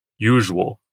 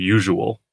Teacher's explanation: A poet might turn this from a three-syllable word into a two-syllable word, eliding the UA into a W sound · Shown in: first take